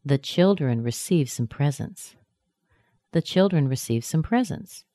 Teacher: And presents has the stress on pres. You're hearing three hills or three high points, three primary stresses in this sentence.